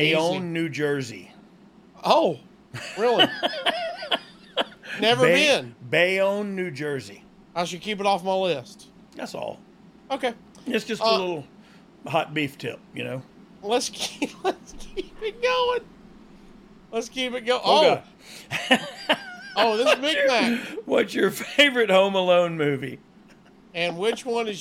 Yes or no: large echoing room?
no